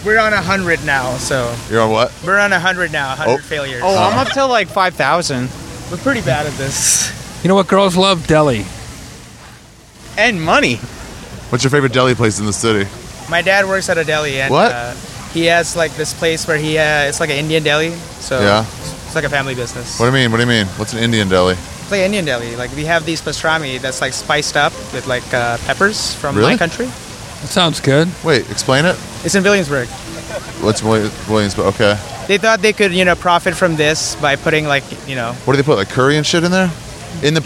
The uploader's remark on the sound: Met me in Washington Square Park to talk about delis.